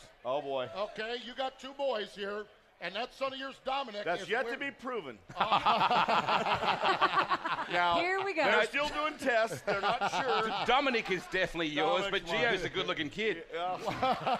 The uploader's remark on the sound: Winged Nation Live from the 59th Annual Knoxville Nationals. It is Night 4 of the Knoxville Nationals and Winged Nation is LIVE!